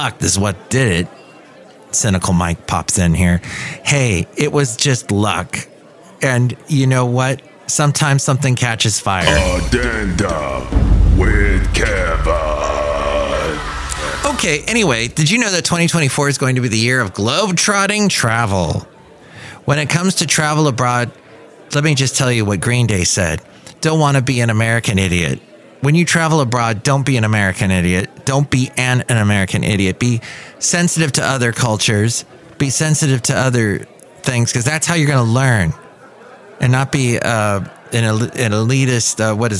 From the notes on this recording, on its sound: podcasts live from Café Anyway